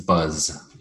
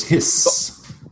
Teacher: S is hiss and Z is buzz. Buzz is entirely voiced from V to Z, and hiss, if you said hiss, would be entirely devoiced.